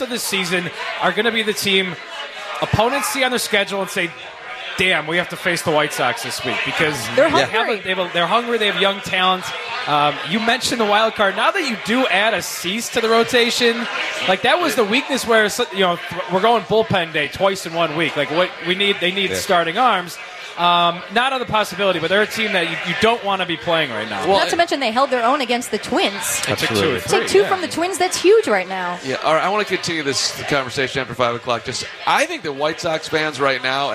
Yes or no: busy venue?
yes